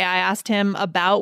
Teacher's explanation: I asked him about we change it to a t. We do all sorts of weird things where the k just disappears.